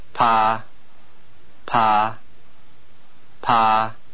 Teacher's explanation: Observe that the pitch begins at about the mid-range of the voice and remains more or less at the same level throughout. · Term: mid-level pitch contour